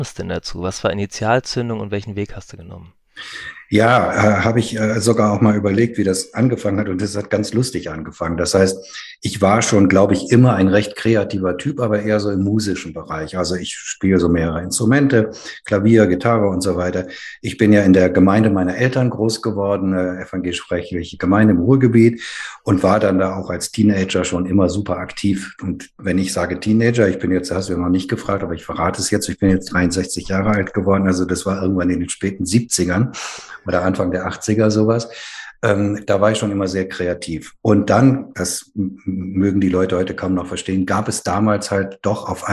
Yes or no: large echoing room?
no